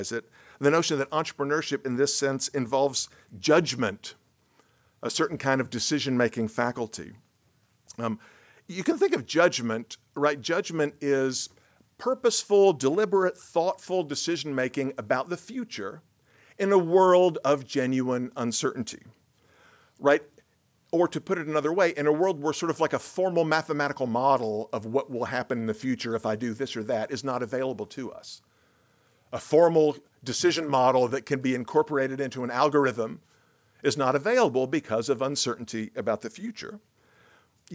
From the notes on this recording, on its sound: Recorded at the Mises Institute in Auburn, Alabama.